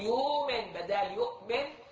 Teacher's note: لما تقول يؤمن بدال يؤمن، ثبت المبدل بدال الهمزة. الهمزة راحت بالكلية ذهبت، وثبت الهمز المبدل عوضا عنها اللي هو الواو